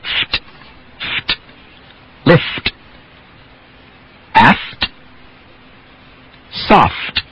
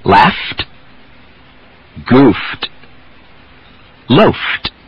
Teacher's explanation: Another place where final T follows a voiceless consonant and has to have that slight release · Term: FT cluster